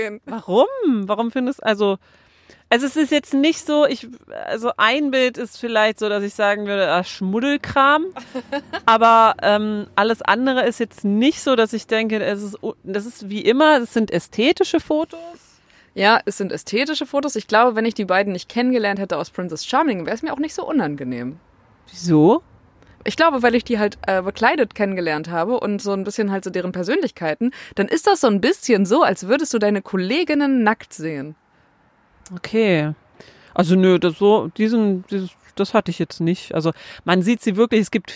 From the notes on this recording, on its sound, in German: Die Folge ist mal wieder „on the road“ entstanden. Deswegen der entspannende Autosound im Hintergrund.